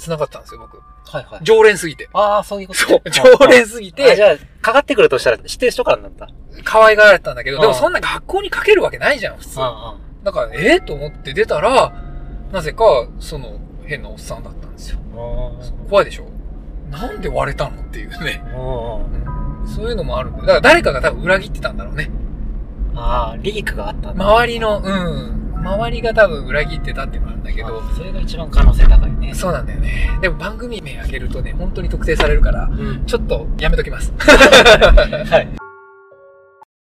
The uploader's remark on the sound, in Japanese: GWロケ回で車で話した